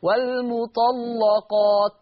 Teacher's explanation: هتغلط لان اللام مفتوحة ومسبوقة بطاء مفتوحة. اصلاح، هتغلط اللام لانها مفتوحة وقبلها صوت ساكنة. · Term: تغليظ اللام